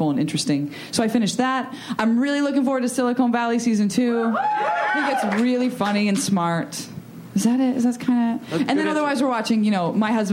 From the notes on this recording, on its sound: Recorded June 7, 2015 at ATX Television Festival.